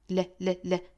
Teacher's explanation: 大家一定要注意舌侧音跟后面元音的连读